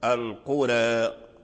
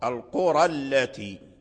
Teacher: إذن فالتقى ألف القرى، الألف المقصور التقى مع اللام الساكن اللاتي، مع لام اللاتي الساكن، فالألف يحذف القرى التي، فإذا ذهب الألف ذهبت الإمالة، ويقرأ الراء مثلا بالتفخيم · Shown in: second take